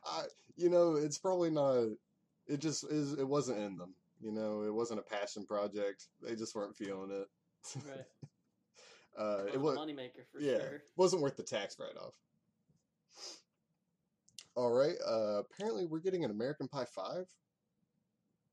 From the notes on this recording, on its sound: Apologies for the low audio.